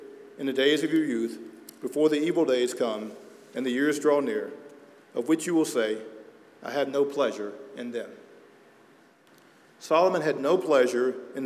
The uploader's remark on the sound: at Arlington Baptist Church in Arlington, Virginia